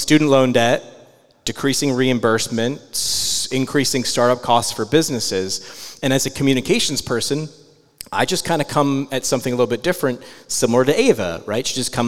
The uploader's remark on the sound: We took PT Pintcast on the road and landed at the University of New England for a live episode.